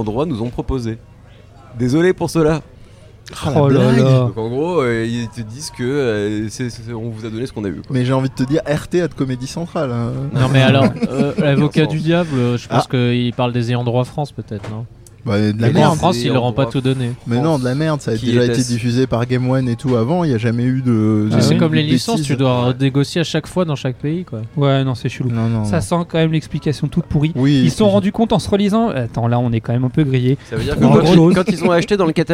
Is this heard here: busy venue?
yes